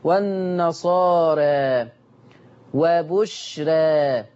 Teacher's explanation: ورا الراء الف في اخر الكلمه الف ماديه، فحكم الالف الماديه التقليل قولا واحدا.